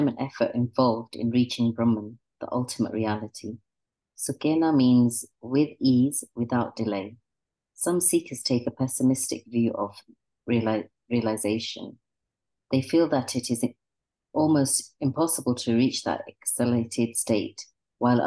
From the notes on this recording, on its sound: A live recording of a Bhagavad Gita class given virtually on the 5th of November 2023.